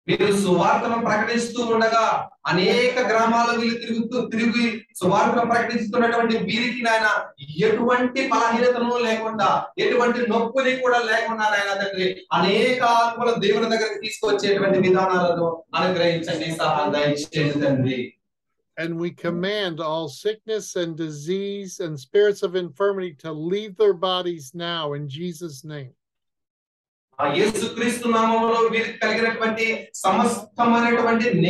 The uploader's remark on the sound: teaches and prophesies to many at a Pastors and Leaders Conference in India